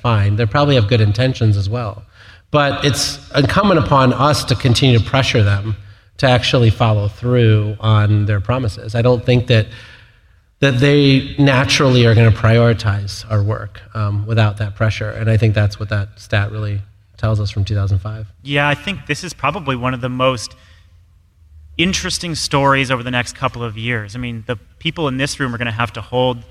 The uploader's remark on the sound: We're coming to you live from Grid Edge World Forum.